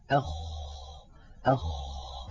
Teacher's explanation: من أولى صفاته أنه مهموس، يعني يجري معه النفس، أخ، فلا بد من إجراء هذا الهمس الذي هو جريان النفس. أيضا الخاء حرف رخو، يعني قابل للتطويل، يجري معه الصوت، أخ، جربوا هكذا، أخ، تجدون بأن الخاء في هناك معها هواء يجري، وصوتها أيضا قابل للتطويل، فهي حرف رخو.